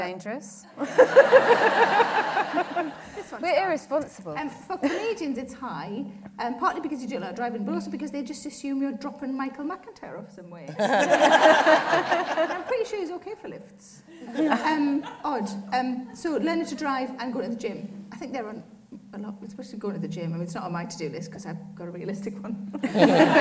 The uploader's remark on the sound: This episode was recorded in front of a live audience at the Cheltenham Comedy Festival in September, 2018.